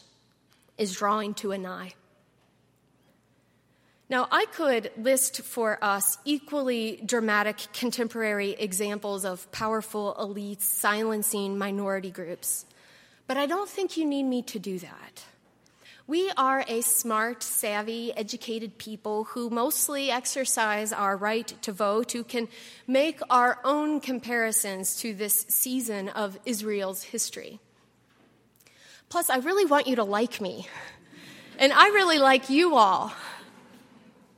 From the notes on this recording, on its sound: at Highland Baptist Church